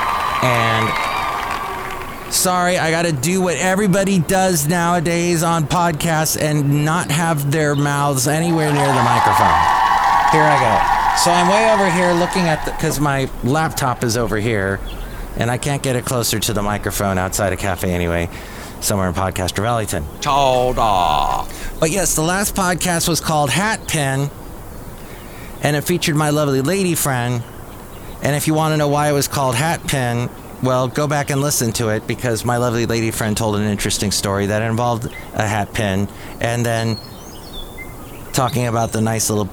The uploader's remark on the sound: podcasts live from Café Anyway